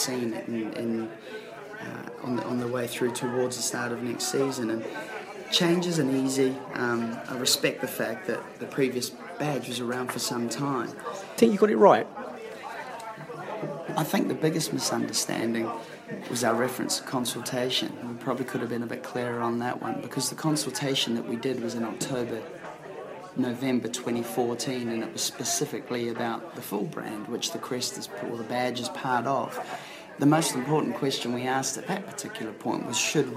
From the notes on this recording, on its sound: The Live From Oxford Podcast. Beesotted headed West this week and had to settle for a pint in a bowling alley rather than a lovely pub, but taking in the Bees’ friendly game at Oxford allowed us to watch some live footy while doing the Pride of West London Podcast once again.